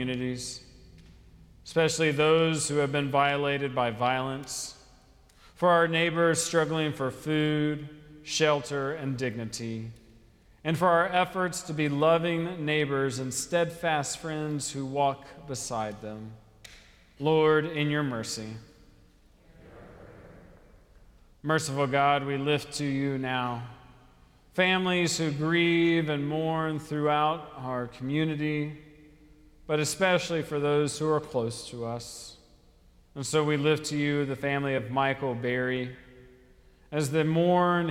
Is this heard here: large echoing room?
yes